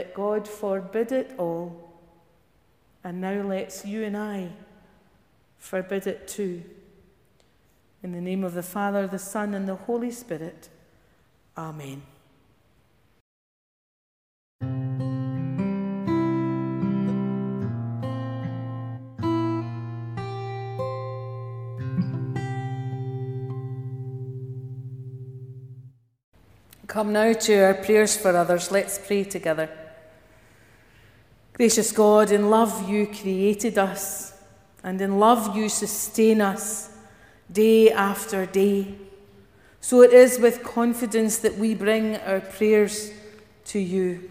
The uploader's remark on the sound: Morning worship recorded at Giffnock South Parish Church